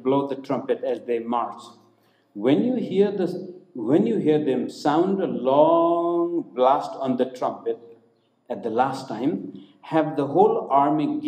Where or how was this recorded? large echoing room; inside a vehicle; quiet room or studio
large echoing room